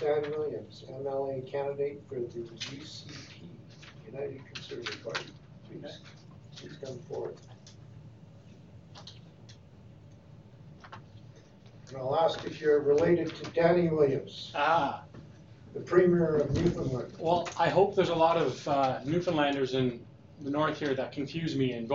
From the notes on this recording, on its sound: Audio recording of the January 14, 2019 Regular Meeting of Peace River's Town Council.